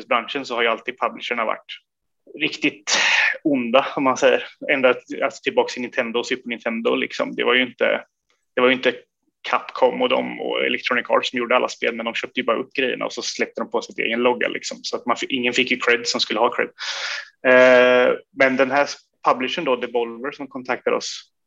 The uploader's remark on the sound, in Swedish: Intervjun är genomförd via Zoom.